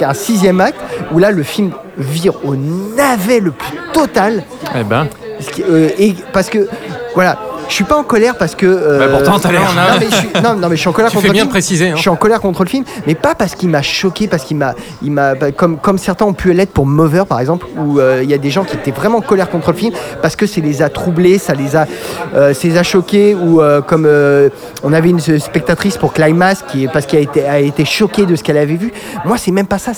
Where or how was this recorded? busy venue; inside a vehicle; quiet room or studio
busy venue